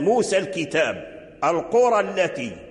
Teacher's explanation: فهذا الألف انعدم في وصل الكلمة بالكلمة، يعني لم يبقى الألف في اللفظ، والإمالة هي مبنية على اللفظ، إذا انعدم اللفظ انعدمت الإمالة، إذا لم يبقى اللفظ بالألف تنعدم الإمالة، لأن الألف الذي يمال ذهب.